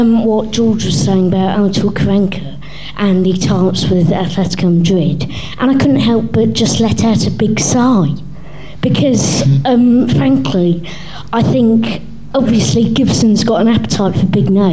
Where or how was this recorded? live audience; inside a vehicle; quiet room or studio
live audience